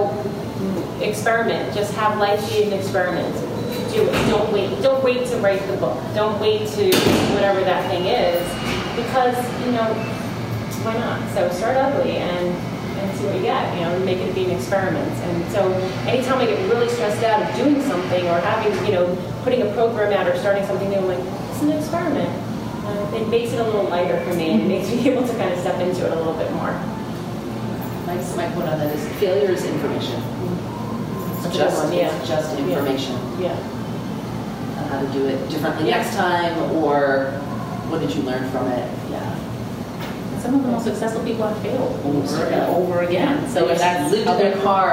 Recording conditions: background noise